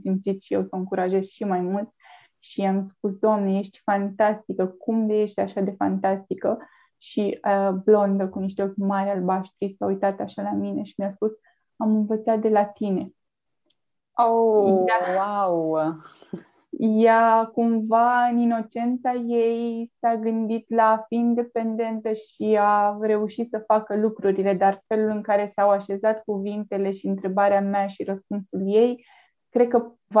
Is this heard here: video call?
yes